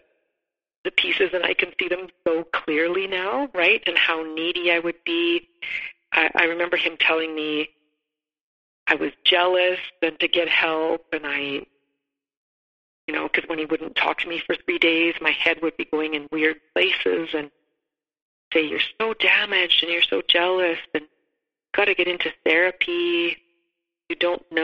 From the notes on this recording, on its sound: The sound on this episode changes dramatically as it's over two different calls and a few different devices.